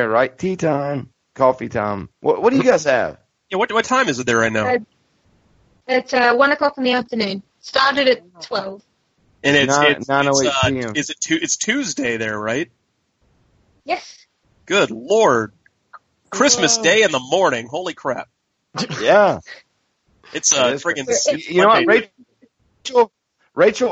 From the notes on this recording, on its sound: SORRY FOR THE BUNK SKYPE THIS WEEK and Audio Quality.